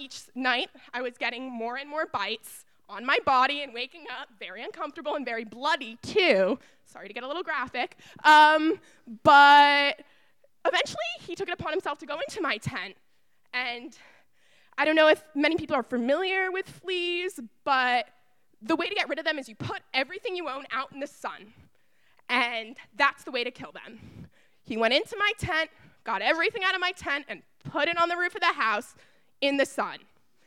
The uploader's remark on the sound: This event was recorded in front of live audience on August 15h at Wellfleet Preservation Hall in Cape Cod, Massachusetts.